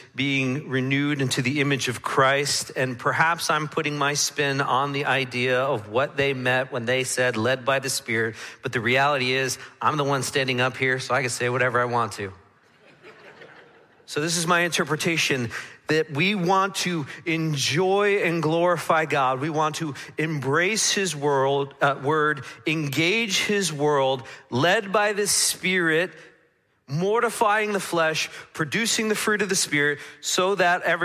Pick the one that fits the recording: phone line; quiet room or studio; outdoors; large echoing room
large echoing room